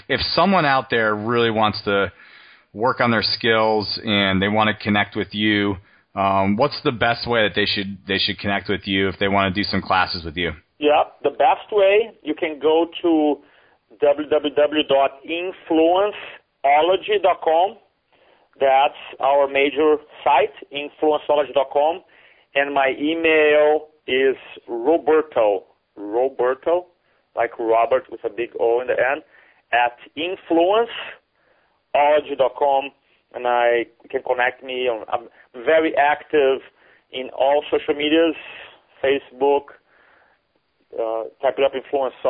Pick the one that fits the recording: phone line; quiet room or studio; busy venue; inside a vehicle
phone line